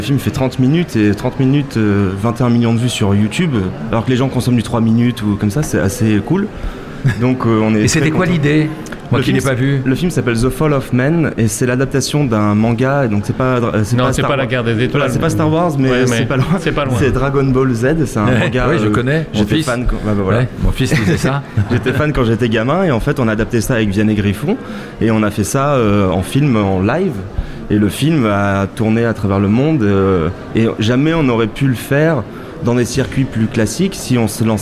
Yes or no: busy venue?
yes